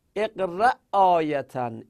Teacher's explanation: اقرأ آیتن، اقرأ آیتن اینو محکم میگیم، اقرأ آخرش همزه است، آیه هم اعیه بوده، یعنی دو تا همزه بوده که اینا در هم ادغام میشن با همون آ خونده میشه، اقرأ آیتن اینطوری میخونیم.